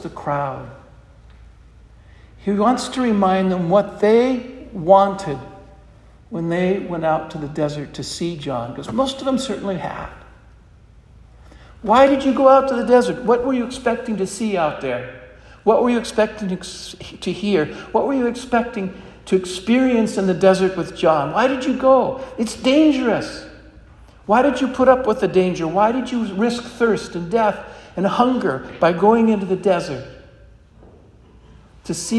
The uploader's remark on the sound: This homily was preached at Our Lady of Fatima Church in Spokane, Washington.